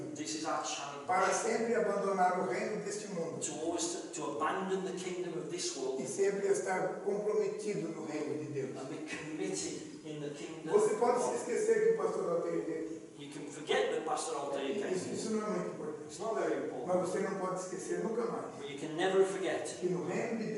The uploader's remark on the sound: KCC's morning service. Please note that this is a live recording and at times the audio quality may not be the best due to external circumstances.